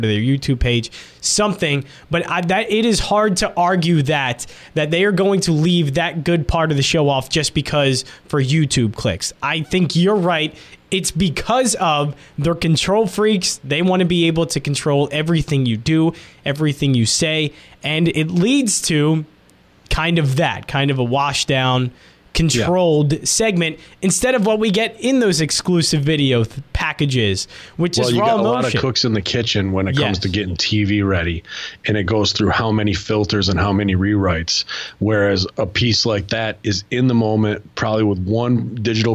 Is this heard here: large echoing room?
no